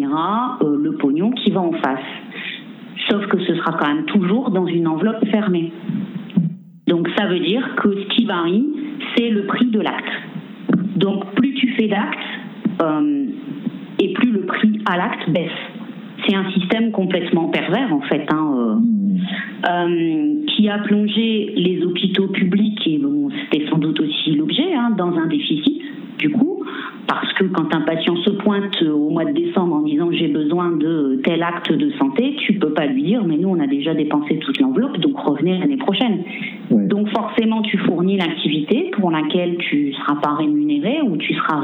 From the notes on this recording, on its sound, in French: Entretien téléphonique réalisé ce 18 avril.